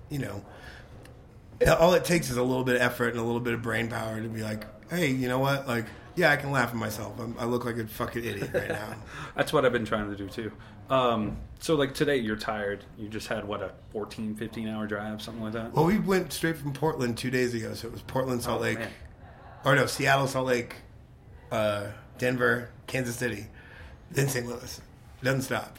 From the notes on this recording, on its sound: at the Marquis Theater in Denver